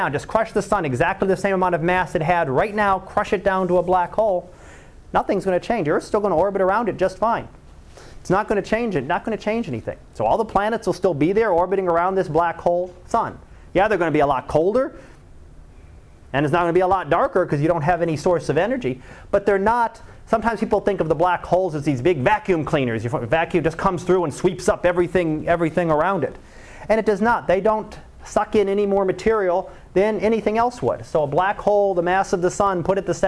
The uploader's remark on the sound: Live Class Lecture